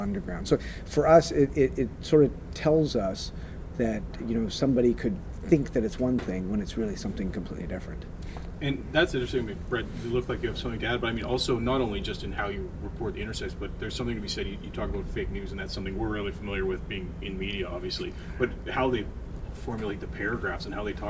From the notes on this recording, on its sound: At AME BC's Roundup 2017 conference.